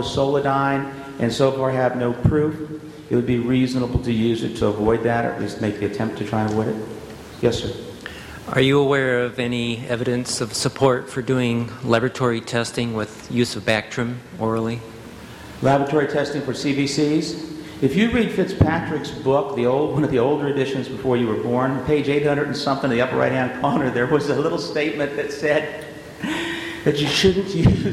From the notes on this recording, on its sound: This audio podcast is from the SDPA’s 7th Annual Fall Conference in Scottsdale, Arizona.